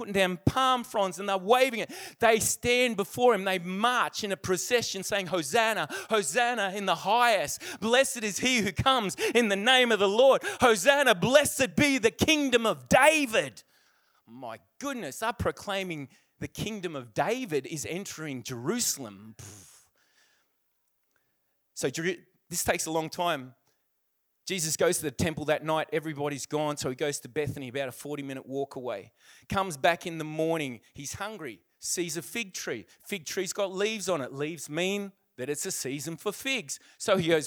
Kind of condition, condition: setting, large echoing room